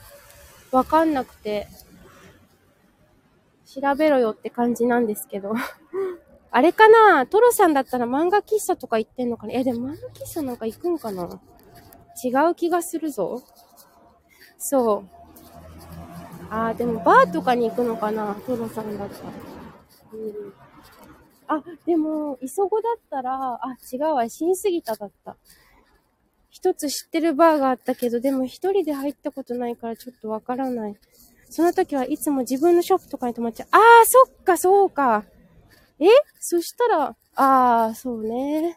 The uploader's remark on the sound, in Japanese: 舞踏WS参加直後終電逃し帰り道を歩きながら。